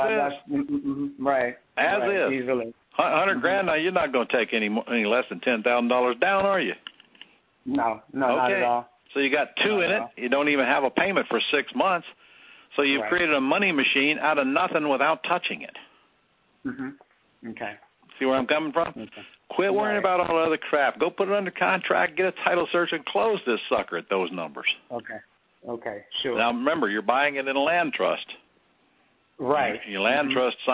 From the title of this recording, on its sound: Q&A Call